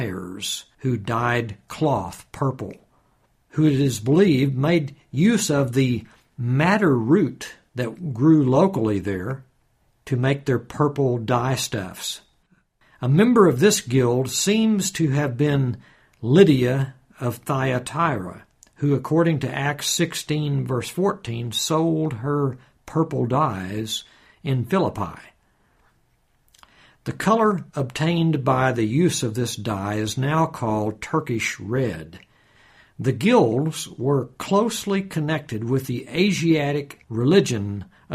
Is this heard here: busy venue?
no